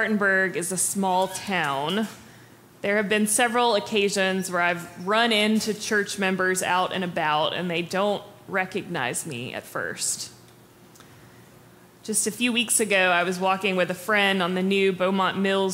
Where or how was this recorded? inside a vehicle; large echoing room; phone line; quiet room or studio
large echoing room